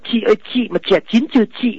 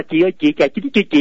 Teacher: đọc lên ngón tay của mình có phì hơi rất là mãnh liệt của tiếng Bắc á · Shown in: first take